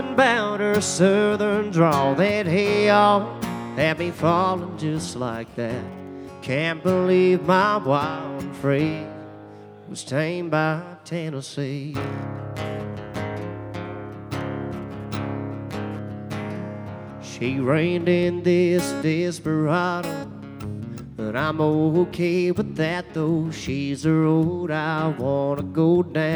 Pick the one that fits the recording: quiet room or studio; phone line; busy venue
busy venue